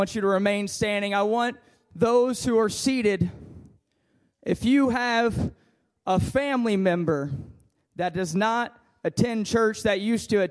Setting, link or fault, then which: setting, large echoing room